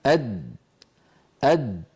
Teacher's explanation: لاحظوا بأن اللسان عندما يصل إلى مخرج الدال يصطدم طرفه بمخرج الدال أد عند تلك الدائرة الزرقاء التي تظهر، فينحبس الصوت خلفها ويؤدي تصادم طرف اللسان مع ما يحاذيه من الحنك الأعلى إلى صوت الدال أد. هذا إذن الصوت، صوت يعتمد على مقطع.